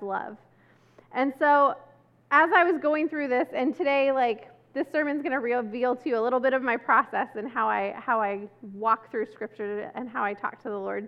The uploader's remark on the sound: This service was recorded on Sunday, September 11